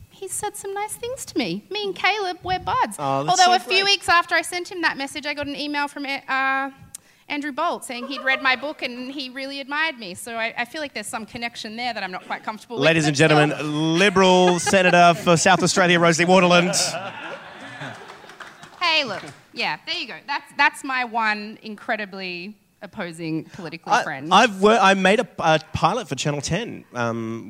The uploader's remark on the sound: Recorded live on stage at Giant Dwarf